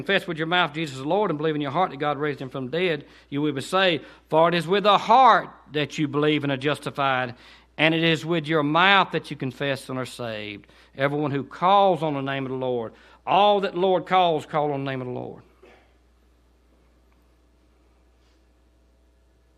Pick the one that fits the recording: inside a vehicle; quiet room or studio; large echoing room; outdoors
large echoing room